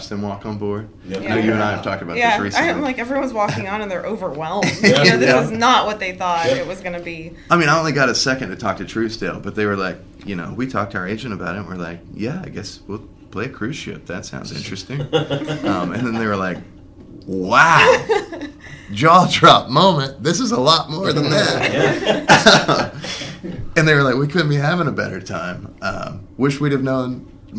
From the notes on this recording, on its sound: Live from TRB XXII